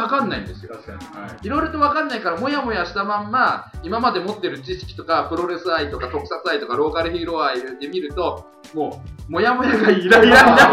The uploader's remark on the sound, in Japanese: 初回につき音声のバラつきは大目に見てくださいませ。